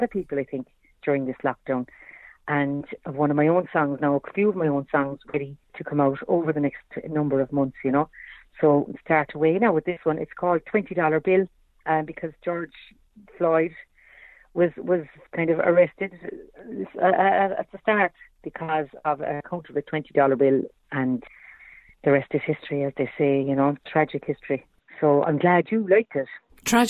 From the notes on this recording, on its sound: On the phone for a chat.